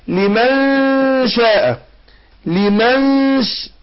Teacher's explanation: النون هنا نون ساكنه بعدها الشين، هنا هنخفي النون عند الشين · Term: الإخفاء